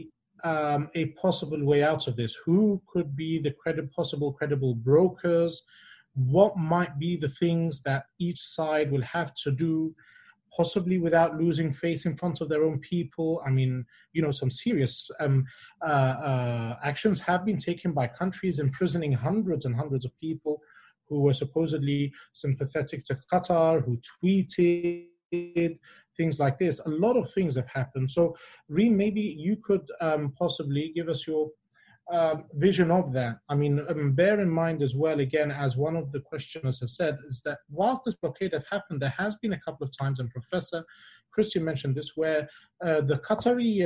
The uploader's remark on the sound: The recorded live webinar from 11 June